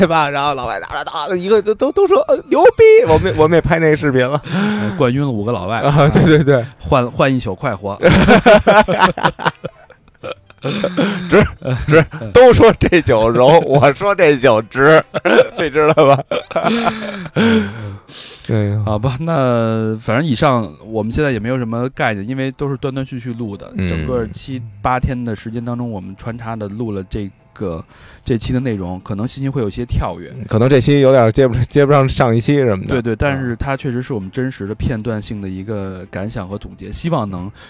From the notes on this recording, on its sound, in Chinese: 我们用 8 天的时间在内华达沙漠黑岩城完成本期火人节节目的录制